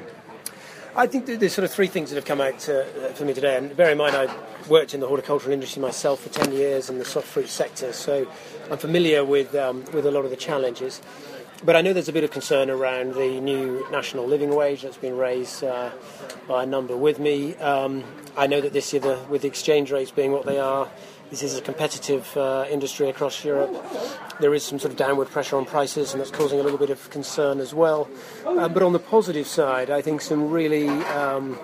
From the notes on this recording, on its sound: report live from Fruit Focus 2015 in Kent